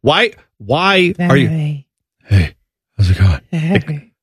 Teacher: It's the breathy whispering because they're tired.